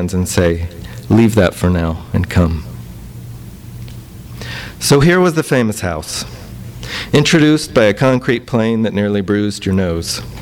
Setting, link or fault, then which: setting, live audience